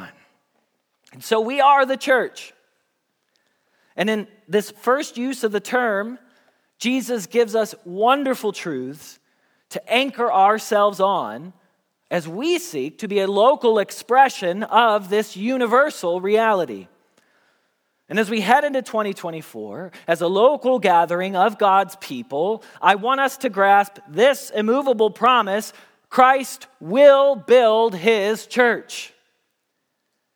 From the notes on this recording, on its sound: Message Preached at Valley Creek Church